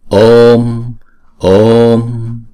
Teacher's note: Chúng ta đọc chữ O kéo dài hai nhịp, xong rồi chúng ta mới đóng chữ O đó lại.